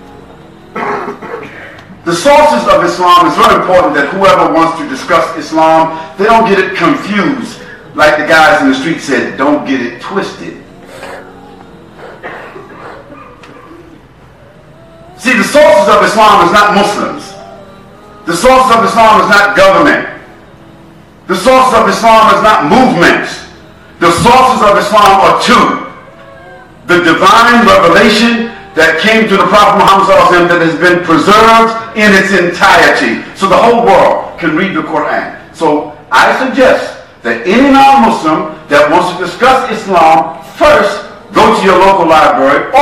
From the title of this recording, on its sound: Lecture At Scheldemond College